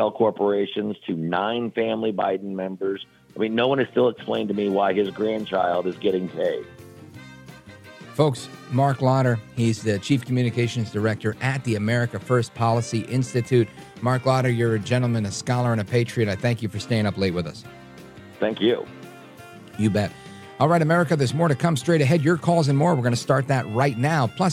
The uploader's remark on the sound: we take your calls in open phones across America